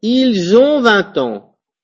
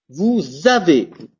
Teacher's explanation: La liaison se fait avec un Z.